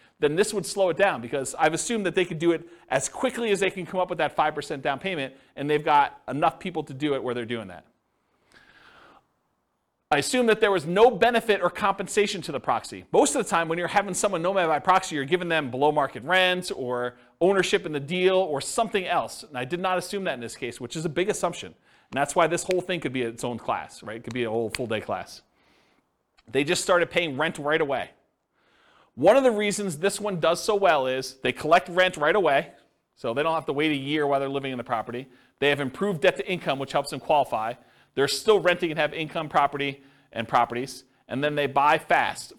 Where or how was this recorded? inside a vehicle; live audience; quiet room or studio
live audience